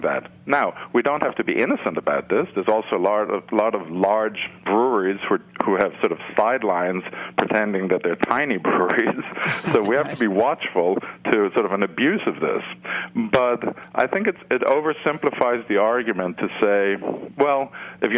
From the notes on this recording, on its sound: joined via phone